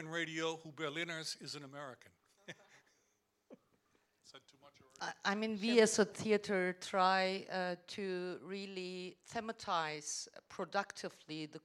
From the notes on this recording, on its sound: This show was recorded live